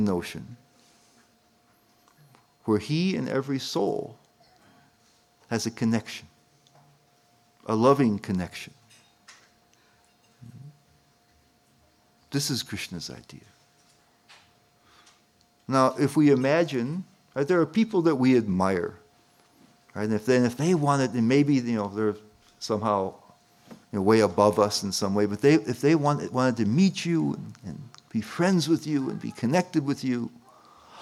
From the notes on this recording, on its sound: at the ISKCON of DC temple in Potomac, Maryland